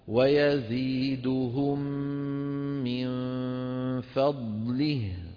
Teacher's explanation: لكن ما نفخم الفاء، ما نقول فا